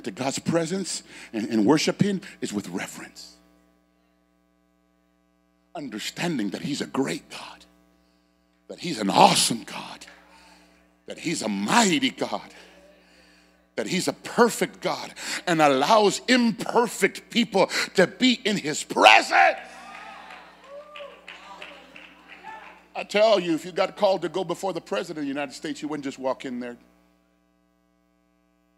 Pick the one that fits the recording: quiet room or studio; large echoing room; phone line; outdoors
large echoing room